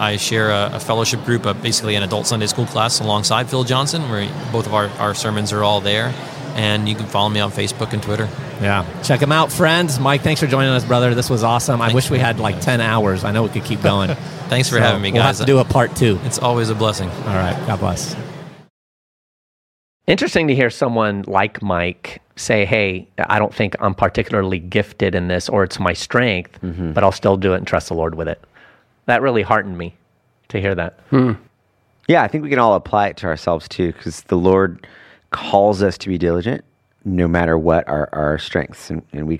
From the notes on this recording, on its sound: This episode was recorded at G3 2023 National Conference.